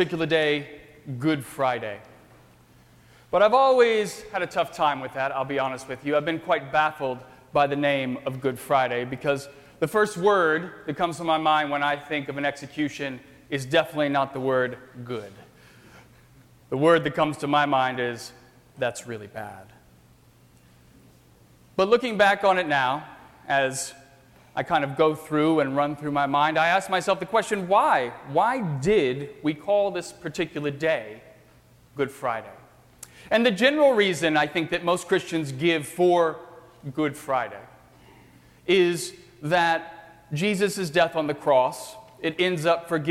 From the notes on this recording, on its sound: during the 7:00 PM Good Friday service on Sunday March 30, 2018 at First Presbyterian Church of Arlington Heights, Illinois